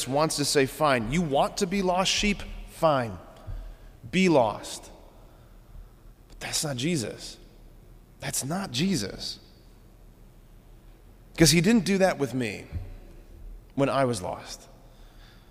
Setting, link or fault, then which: setting, large echoing room